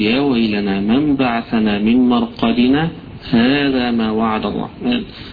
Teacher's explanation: إما أنك تقف فإذا أبيت إلا الوصل فاسكت سكتة يسيرة من غير تنفس